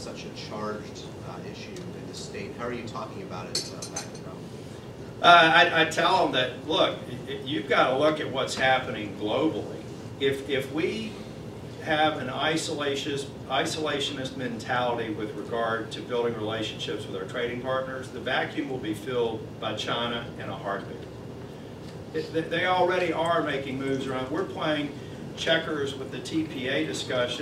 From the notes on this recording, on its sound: WASHINGTON, DC. Spoke to a breakfast meeting of The Ripon Society.